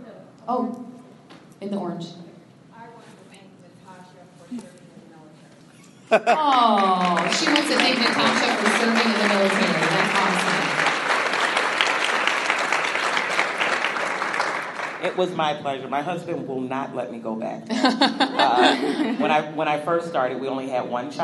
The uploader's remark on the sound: we're doing it live from the Women in Ag conference